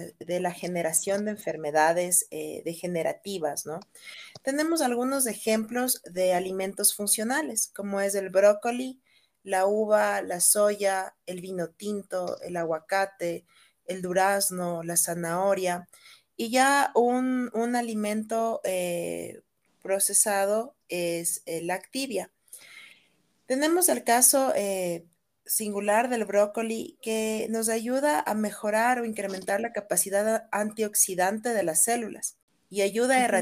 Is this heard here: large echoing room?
no